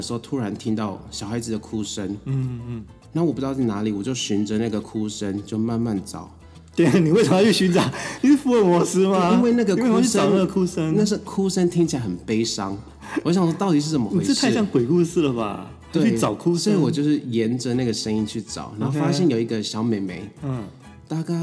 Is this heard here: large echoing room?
no